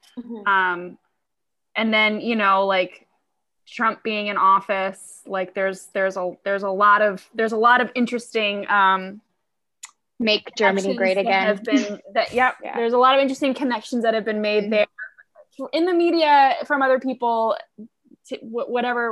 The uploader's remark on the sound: Joined me for a 1am zoom call and we had such a good time that I didn't want to edit it up. Instead I am bringing you the complete, uncut interview with myself and the cast.